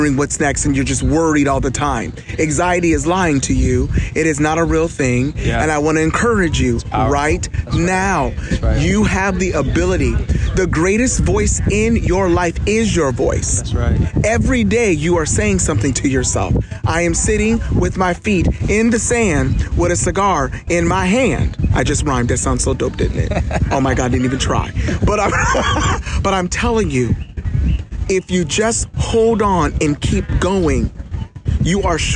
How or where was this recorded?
outdoors